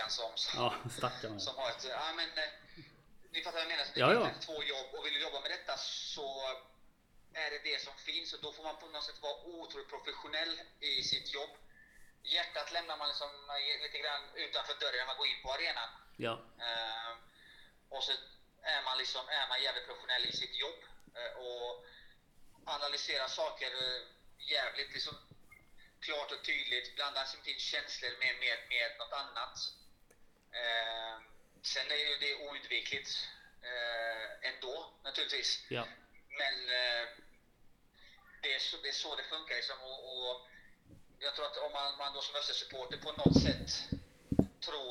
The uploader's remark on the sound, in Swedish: Dåligt ljud. Dåliga klippningar.